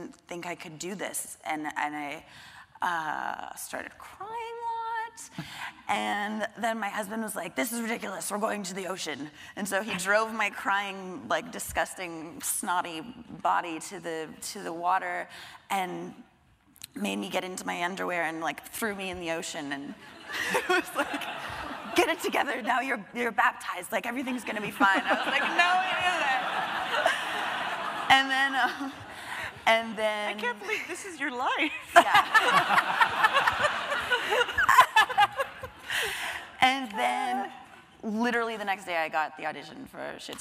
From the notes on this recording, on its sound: The conversation was recorded on March 14, 2016 in front of a live audience at New York's 92nd Street Y.